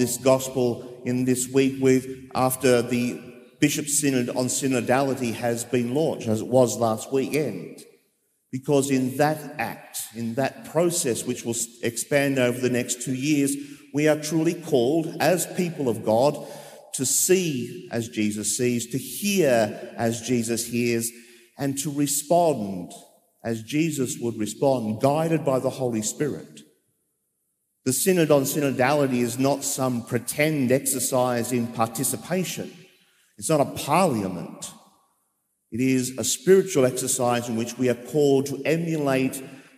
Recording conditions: large echoing room